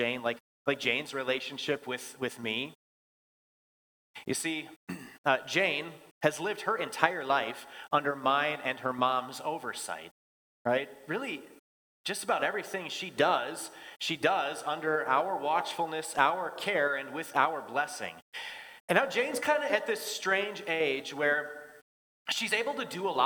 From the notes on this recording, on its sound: Bethany, Appleton, WI. Preached this sermon at Bethany's Thanksgiving Eve worship.